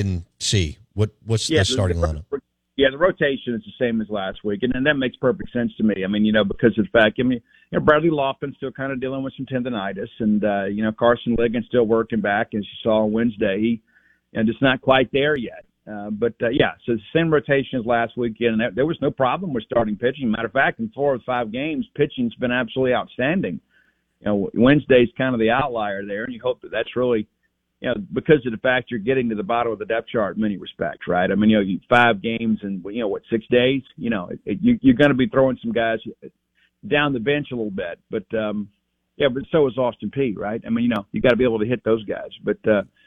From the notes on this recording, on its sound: Joins the show on the Farm Bureau guest line talking all things Bulldog sports live in the BankPlus Studio.